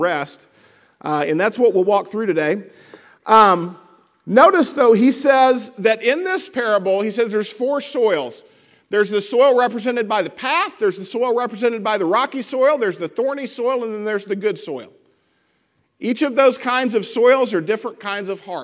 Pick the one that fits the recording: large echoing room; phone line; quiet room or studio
large echoing room